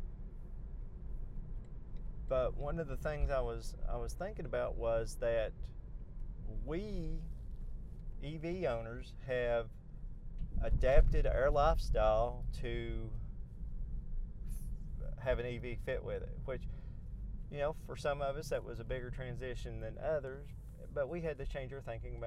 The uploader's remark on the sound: all while driving to the car wash